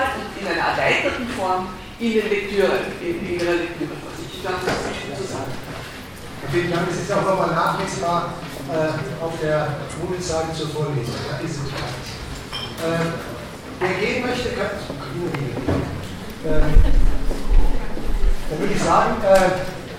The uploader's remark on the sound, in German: Ringvorlesung im WS 2016